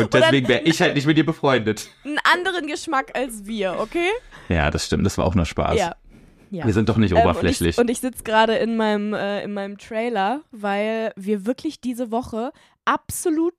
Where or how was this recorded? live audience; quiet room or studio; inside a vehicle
quiet room or studio